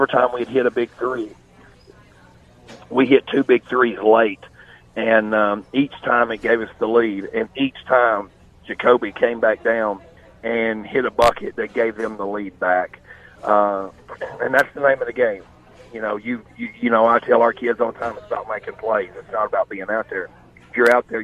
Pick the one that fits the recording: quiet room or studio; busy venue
busy venue